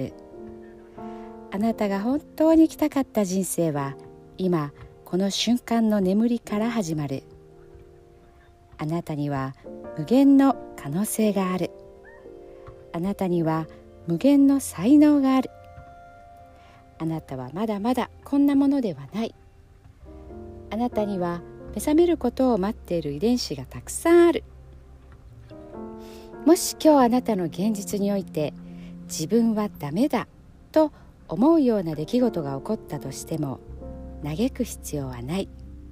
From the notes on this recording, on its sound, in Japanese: 今日は車の中で録音しています。バスケットコートのそばなので音が聞こえているかも？